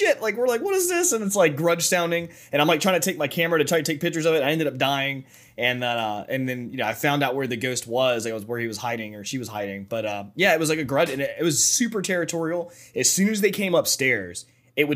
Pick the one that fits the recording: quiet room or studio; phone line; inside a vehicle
quiet room or studio